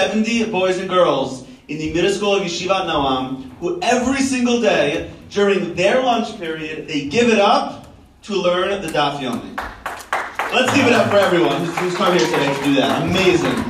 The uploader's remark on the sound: Live from Yeshivat Noam! Everyday during lunch the students have this incredible opportunity to spend their lunch learning daf yomi.